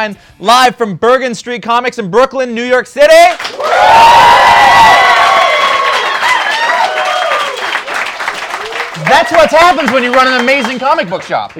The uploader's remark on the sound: It's the 10th Anniversary party at Bergen Street Comics in Brooklyn, and a whole hell of a lot of people turned up.